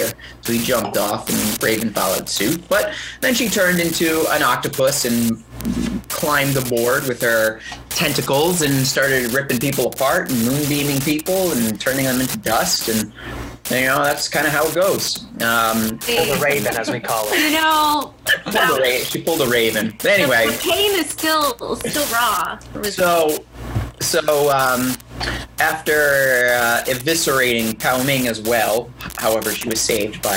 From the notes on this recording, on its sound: Please excuse the audio at the beginning of this episode, there were some technical difficulties.